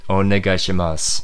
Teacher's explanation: But the U is silent, so just keep that in mind when you're reading that word.